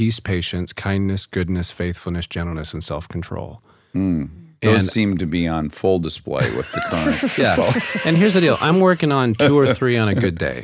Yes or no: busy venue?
no